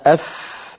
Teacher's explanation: الفاء قد خرجت من باطن الشفة السفلى مع أطراف الثنايا العليا